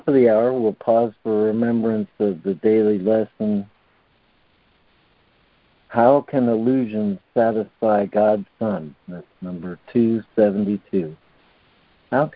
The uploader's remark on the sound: ACIM Daily Conference Call.